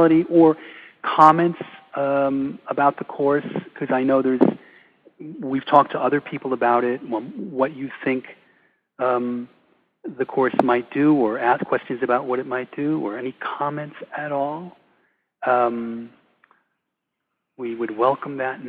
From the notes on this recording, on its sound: Recording of Sept 2, 2015 introductory call